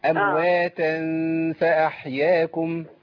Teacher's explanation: امواتا عندي نون هنا ايه التنوين. تنوين في التقى بفاء ففي اخفاء عندي. امواتا فاحياكم.